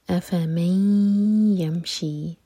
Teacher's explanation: آیت نمبر 22 افمن یمشی مئی ادغام غنہ کے ساتھ ہے. دو سیکنڈس کا ٹائم دیں گے ناک میں آواز لے جائیں گے